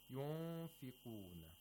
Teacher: It's mostly nasal, and some of the sound comes from the mouth as well. Because the airflow is not obstructed, actually. · Term: ikhfa